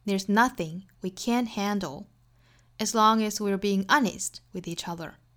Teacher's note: 我们也可以在 honest 上面做一个小的强调重读那这样就会和后面的 with 中间形成一个小小的停顿了